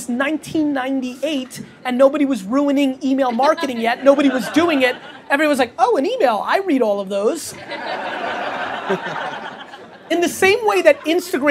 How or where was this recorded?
live audience